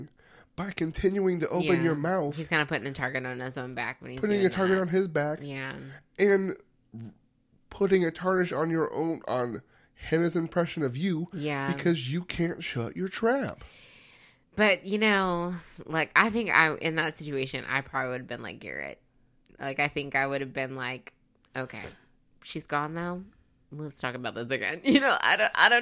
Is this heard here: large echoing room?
no